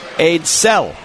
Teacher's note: So there was emphasis Aidsell. On the second syllable of his name.